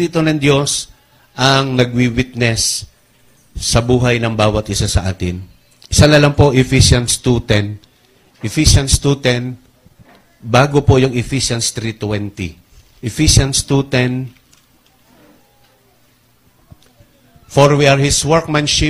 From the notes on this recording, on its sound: Recorded live January 26 2020, 9:00am.